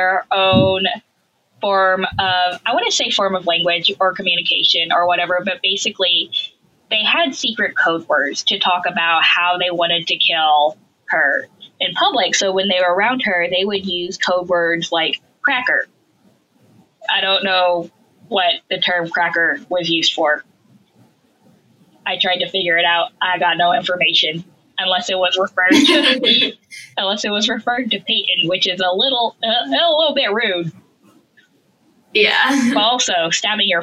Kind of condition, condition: fault, poor sound quality